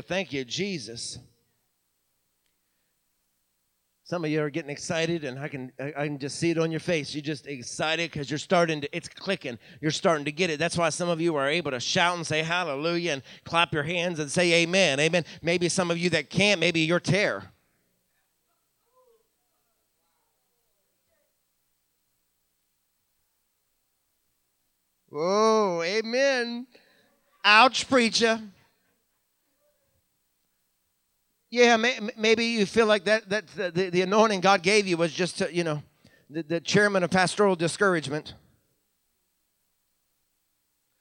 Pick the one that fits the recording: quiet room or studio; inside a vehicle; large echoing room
large echoing room